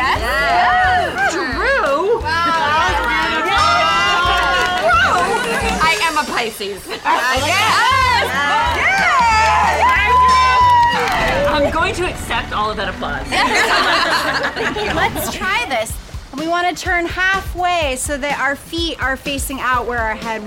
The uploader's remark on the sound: the entire studio audience is filled with best friends